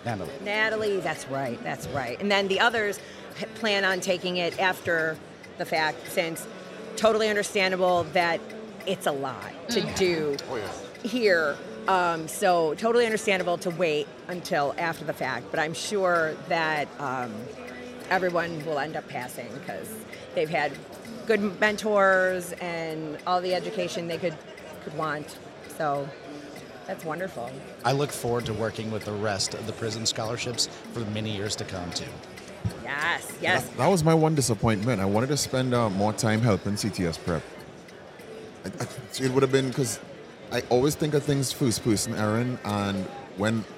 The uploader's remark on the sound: If it sounds a bit different, it is because this episode was recorded right on the show floor of InfoComm 2023. HETMA had their own booth, and even a setup to record shows!